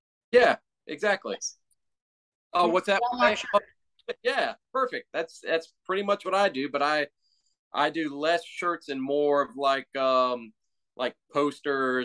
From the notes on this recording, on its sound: chatted through zoom